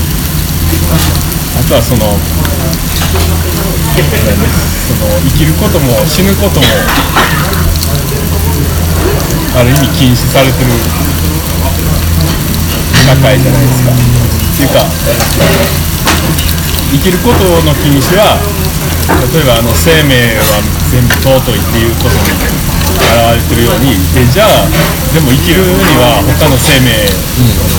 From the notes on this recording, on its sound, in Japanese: 東大阪のお好み焼き屋「丸福」にて収録。鉄板の近くにiPhoneを設置していたため、途中で「高温注意」の表示が出て強制終了してしまいました。